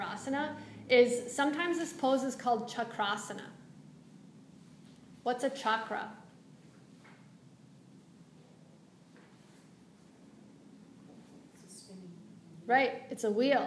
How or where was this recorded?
live audience